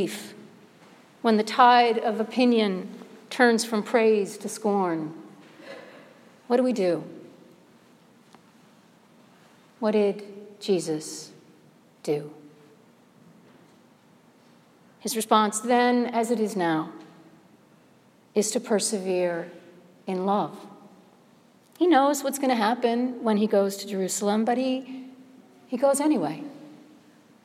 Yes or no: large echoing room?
yes